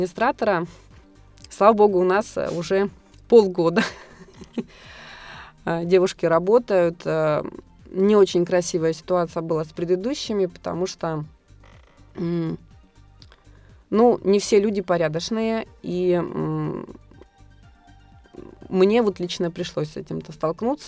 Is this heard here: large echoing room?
no